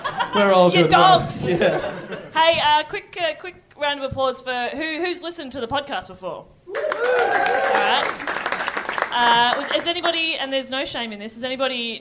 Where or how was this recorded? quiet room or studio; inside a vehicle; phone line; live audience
live audience